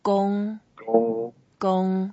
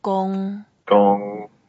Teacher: And 恭 is first tone. 恭. 恭. 恭. Make it flat.